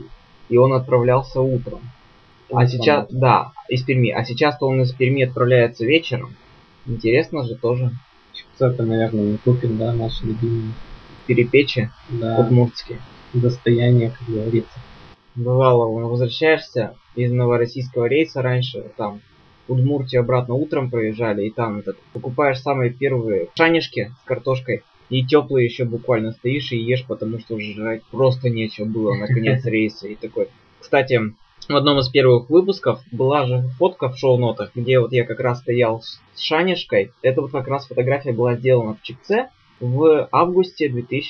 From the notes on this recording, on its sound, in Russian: Извиняюсь за качество записи этого подкаста, форс-мажор с записывающим оборудованием